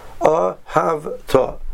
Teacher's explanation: You change it from mil el to mil ra. The word ahavta is stressed on the second to last syllable. Ahavta. You stress the syllable of hav.